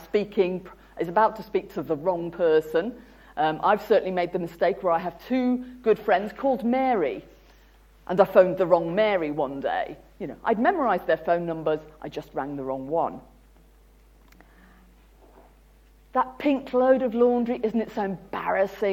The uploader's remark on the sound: UCL Lunch Hour Lecture